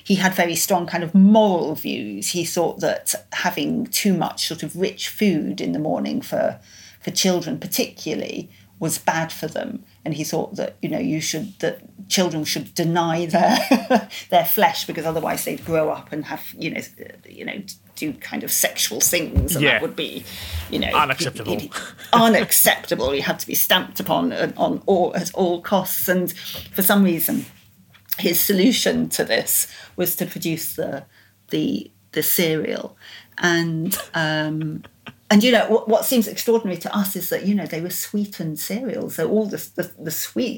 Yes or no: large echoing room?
no